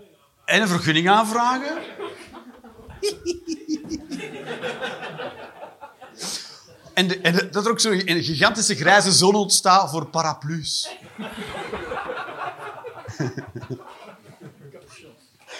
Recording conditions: live audience